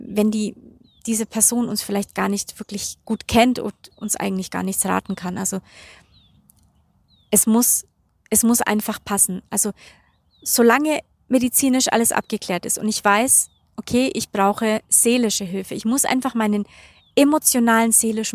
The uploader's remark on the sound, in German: Diese Podcastfolge wurde noch in Südafrika aufgenommen und enthält also, trotz des schweren Themas, wundervolle Energien und Naturgeräusche.